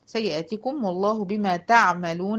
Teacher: العين بتاعة تعملون فيها توسط. خبير، الراء اللي هقف عليها دي هتبقى ساكنة وفيها توسط.